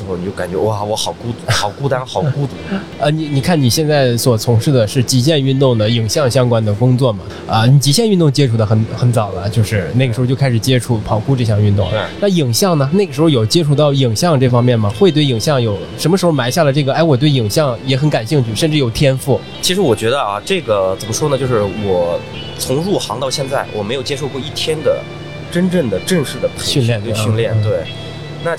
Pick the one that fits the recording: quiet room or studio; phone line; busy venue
busy venue